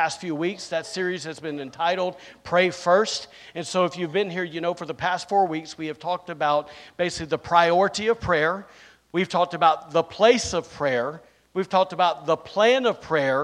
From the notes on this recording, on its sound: recorded on Sunday, April 2nd, 2023, during service at The Anchor Church in Rockport, Maine